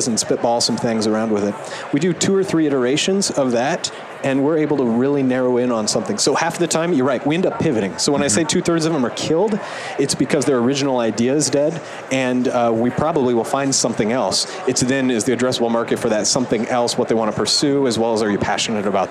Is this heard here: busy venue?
yes